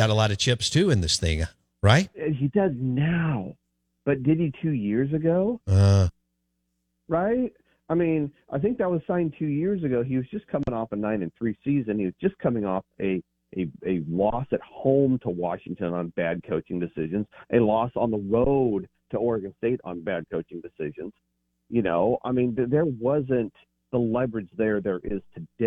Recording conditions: phone line